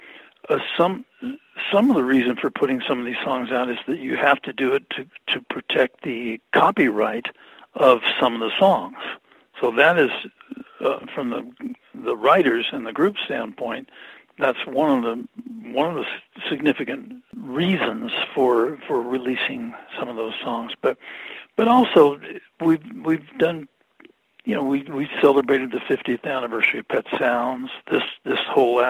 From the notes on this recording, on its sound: I spoke to him about that by phone